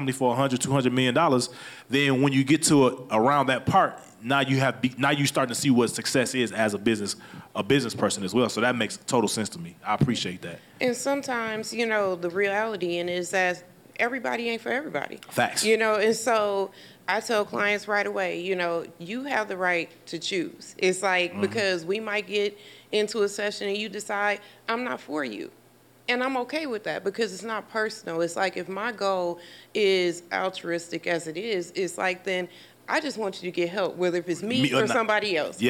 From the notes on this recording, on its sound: This episode was recorded live. Amplifier is filmed and recorded in front of a live audience at the Radio Milwaukee studios in Milwaukee, Wisconsin.